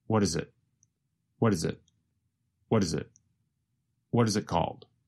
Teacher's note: What is becomes reduced to what is. The letter T in what changes to a sound closer to the letter D.